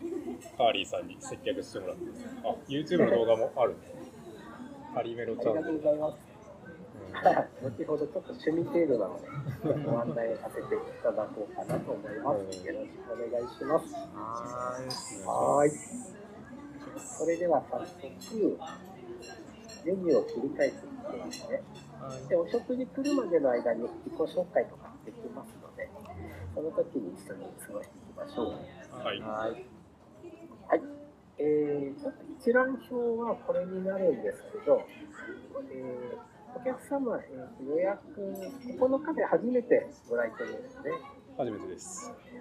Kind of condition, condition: setting, busy venue